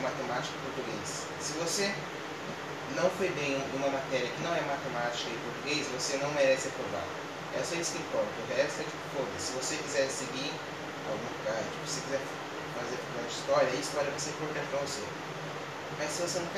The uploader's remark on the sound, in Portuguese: Desculpa o áudio baixo.